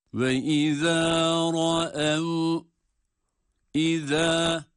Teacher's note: izâ zel harfi peltek idi, tekrar hatırlatıyoruz.